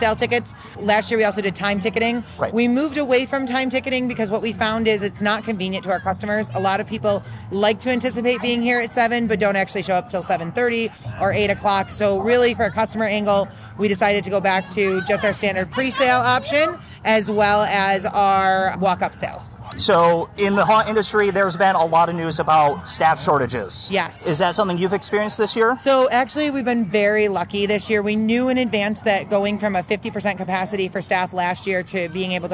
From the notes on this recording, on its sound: On Location: American Horrorplex & Frightmare Farms. At the American Horrorplex in Louisville Kentucky.